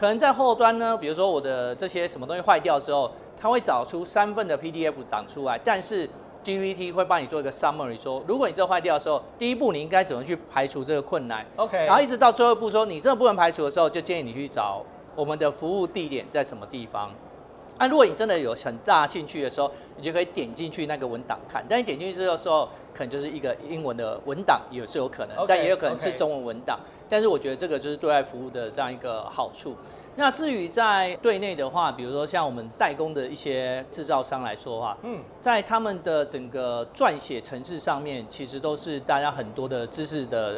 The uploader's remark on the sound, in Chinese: 把錄音室帶到AI EXPO Taiwan的展覽會場